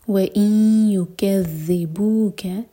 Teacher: ادغام غنہ کے ساتھ تو ناک میں آواز لے جائیں گے اور دو سیکنڈس کا ٹائم دیں گے